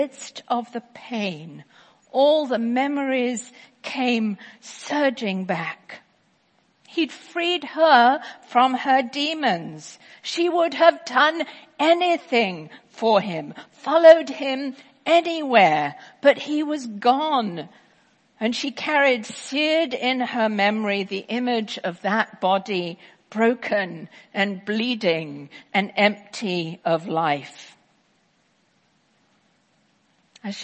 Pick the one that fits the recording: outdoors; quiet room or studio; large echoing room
large echoing room